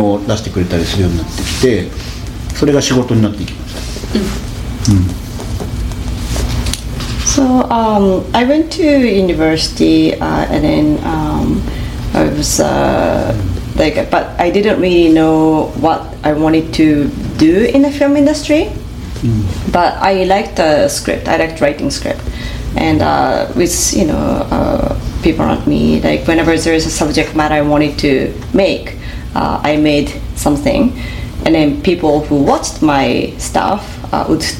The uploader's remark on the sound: spoke at the 2023 Toronto Japanese Film Festival